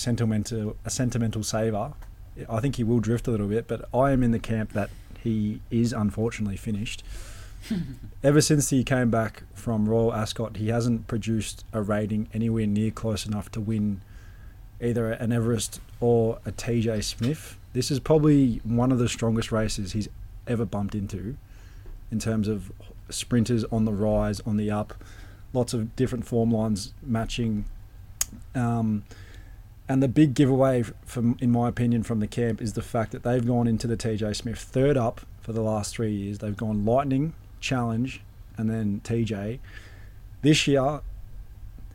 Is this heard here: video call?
no